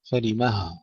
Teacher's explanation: إذا وقفنا على كلمة فلمة، فلمه نقف بهاء السكت